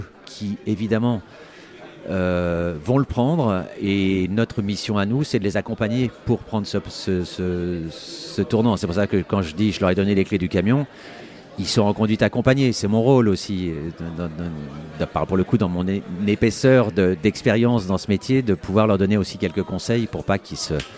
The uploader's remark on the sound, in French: le 25/03/2023 au théâtre Olympia à l’occasion du festival WET